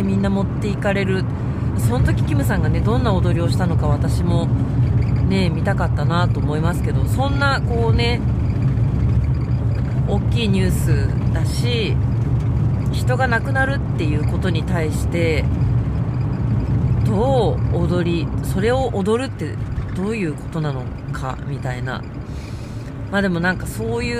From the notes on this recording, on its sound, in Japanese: 熱海未来音楽祭に参加するために5時起きで熱海に向かう車の中から&踊り終わって帰る車の中から。